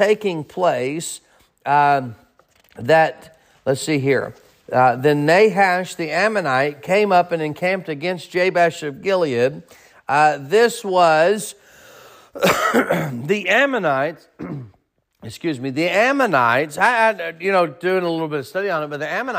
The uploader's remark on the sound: Sermon preached at Mid County Baptist Church